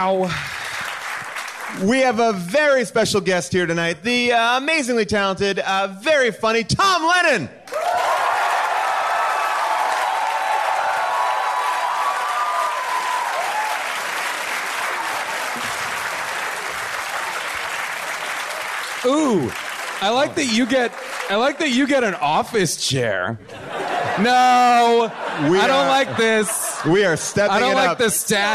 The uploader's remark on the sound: Recorded LIVE at Largo in Los Angeles.